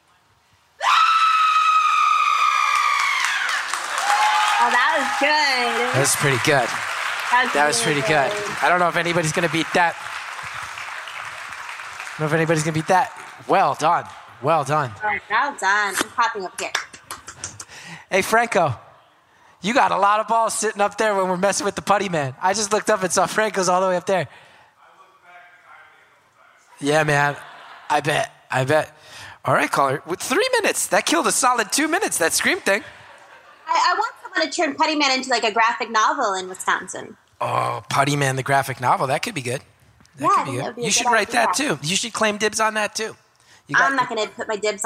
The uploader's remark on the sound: Live from Madison. That haunts Madison's Majestic Theater in front of the live audience.